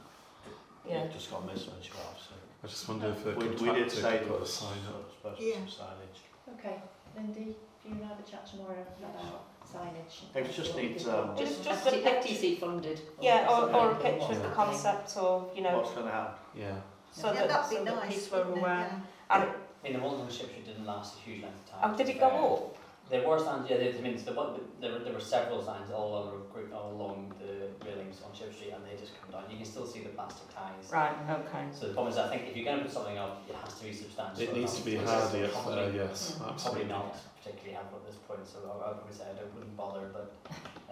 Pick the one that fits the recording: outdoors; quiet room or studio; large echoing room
large echoing room